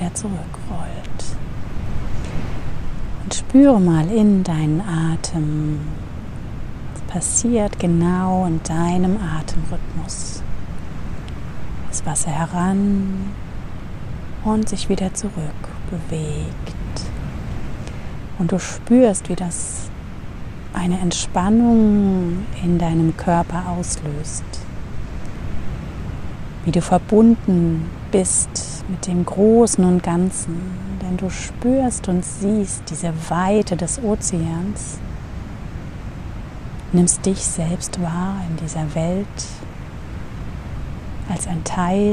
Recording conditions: outdoors